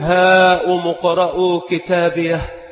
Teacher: وهذه الهاء التي هي للوقف والسكت عندما تقف عليها تكون مهموسة كما هو معلوم في أحرف الهمس · Term: هاء السكت